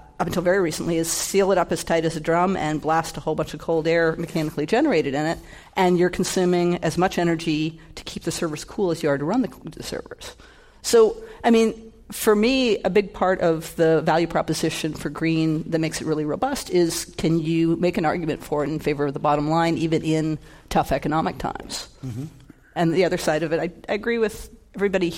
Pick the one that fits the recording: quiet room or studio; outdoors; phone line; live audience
live audience